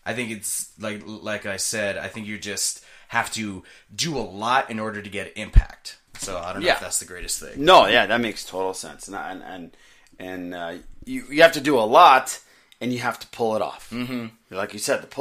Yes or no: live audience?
no